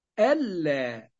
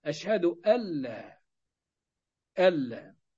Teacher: هندغم النون إدغاما كاملا في اللام · Term: إدغام كامل بغير غنة